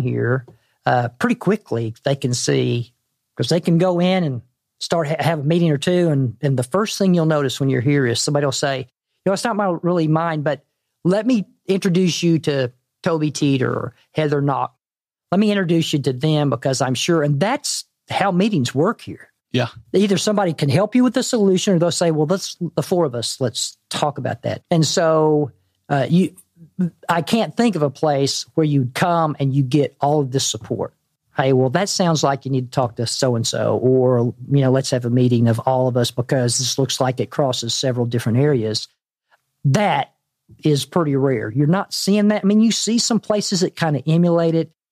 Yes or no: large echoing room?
no